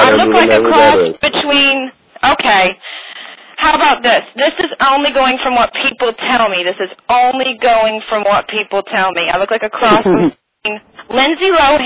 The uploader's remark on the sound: …'s Personal Prank Phone Calls Collection.